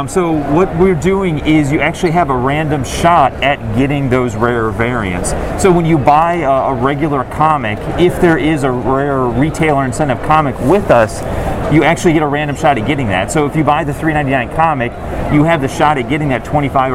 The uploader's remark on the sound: Live from the floor of San Diego Comic Con